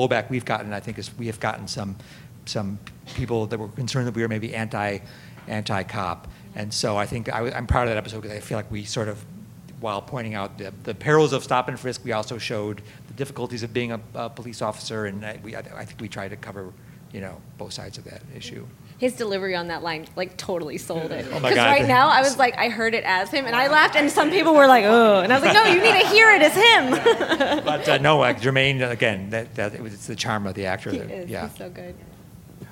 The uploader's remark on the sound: Recorded at ATX Television Festival